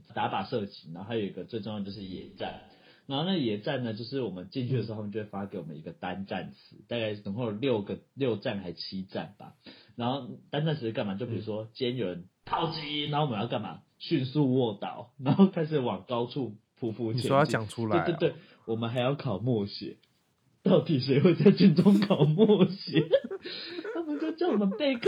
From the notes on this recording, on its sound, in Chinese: 這集因為遠端錄音，音質會差非常多，希望大家就當作我們兩個在講電話就好（實際上也是這樣沒錯）